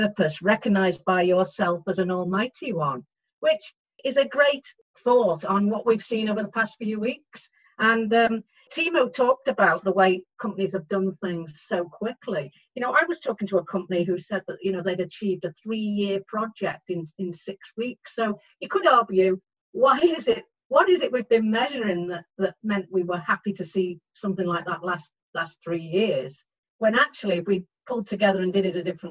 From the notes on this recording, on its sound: This episode was therefore recorded online